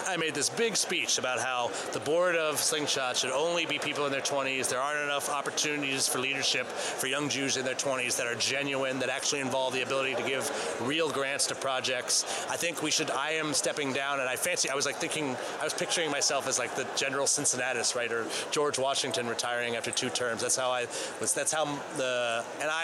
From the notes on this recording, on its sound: set up a recording booth in the lobby at this year's Nexus U.